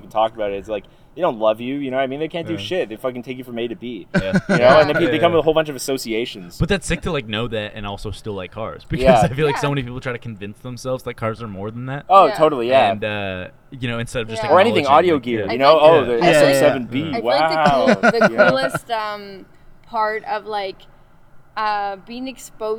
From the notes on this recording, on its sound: On the first outdoor episode of Cold Pod